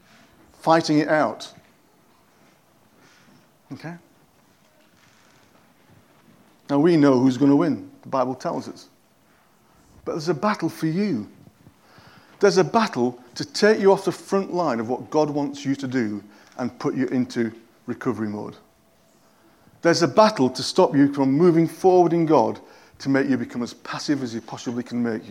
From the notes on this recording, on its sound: At King's Church, Cockermouth, as an audio file.